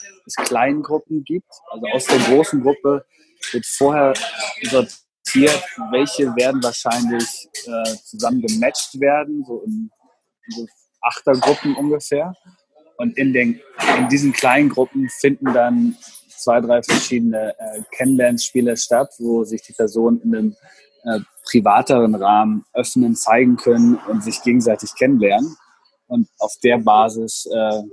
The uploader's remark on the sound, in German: Weil das Hotel-WLAN nicht gut genug war, haben wir das Interview in einem Café geführt. Hört Ihr leider ein paar Hintergrundgeräusche.